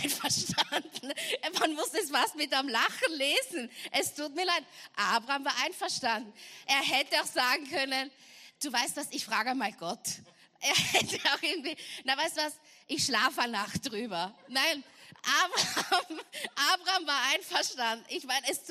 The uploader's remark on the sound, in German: Gottesdienst live aus der LIFE Church Wien.